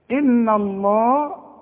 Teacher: لفظ الجلالة بقى المفتوح ده مفخم دائما